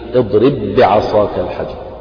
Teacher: اضرب بعصاك الحجر، هنا باء ساكنة وبعدها باء متحركة، فحكم الباء الأولى أنها تضغم في الباء الثانية، والإضغام معناه إذهاب الحرف الأول أو إسقاط الحرف الأول والنطق بالثاني مشددا. · Term: الإدغام